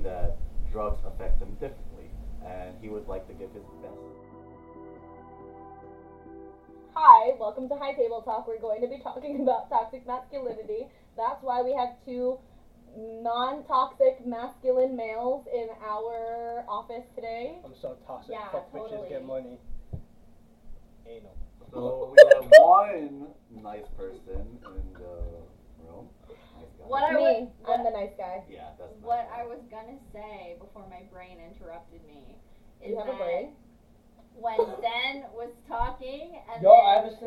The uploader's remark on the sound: Featuring poor audio quality.